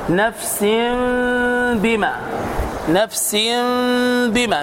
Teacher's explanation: ميم مخفاة في النطق، مخفاة عند النطق مع الغنة بمقدار حركتين · Term: الإقلاب